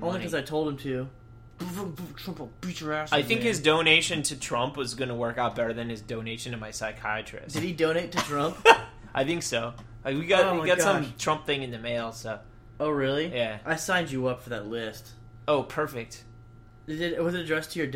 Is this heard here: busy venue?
no